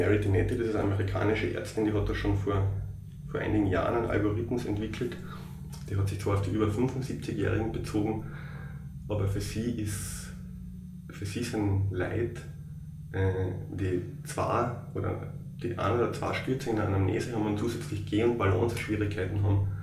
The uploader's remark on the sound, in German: Ungeplant und quasi frisch vom Siechenbett. Aufgrund meiner schweren Verkühlung und den damit verbundenen Aufnahmebedingungen, reduzierter Audioqualität. Man beachte die wummernde Waschmaschine im Hintergrund im letzten Drittel des Podcasts. Angesichts der widrigen Umstände ging’s wirklich nicht besser.